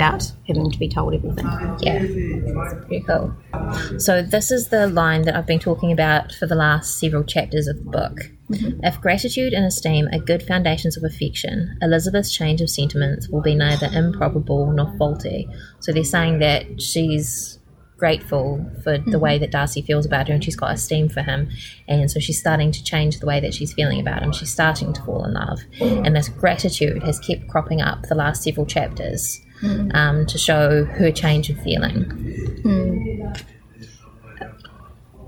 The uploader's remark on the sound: Coming to you from the National Library of New Zealand. Lots of background noise!